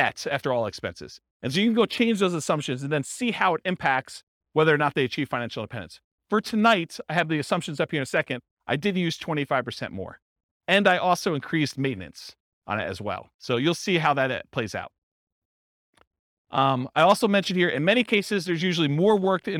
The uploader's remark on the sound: This was a live class recorded